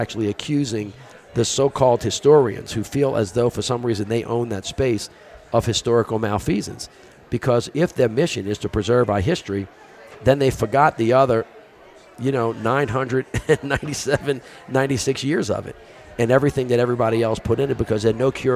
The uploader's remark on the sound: Both conversations are held at the Aspen Ideas Festival, where all of our guests are presenting.